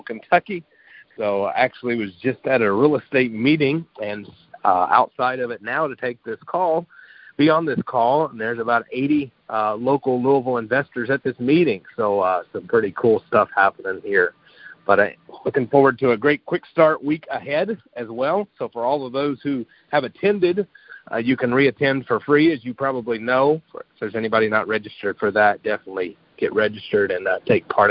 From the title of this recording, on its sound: Gold Club Q&A Call